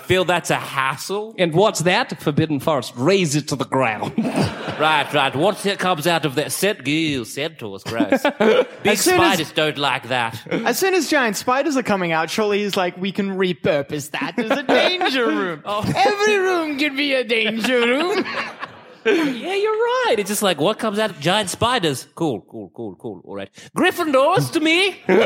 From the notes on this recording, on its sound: Our very first international show! Recorded at Kings Place in London.